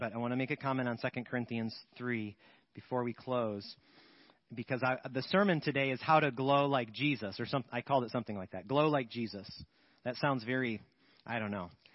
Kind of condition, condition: setting, large echoing room